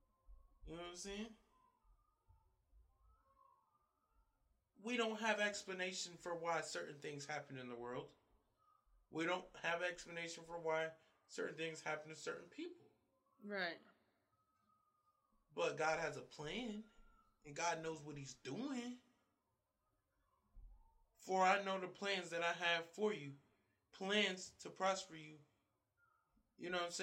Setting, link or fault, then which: fault, poor sound quality